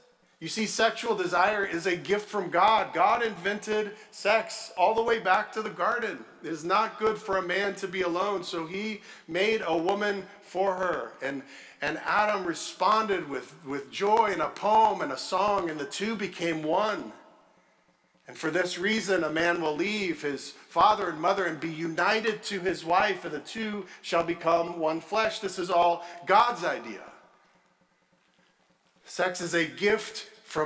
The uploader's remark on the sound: at Redeemer Church on February 5, 2023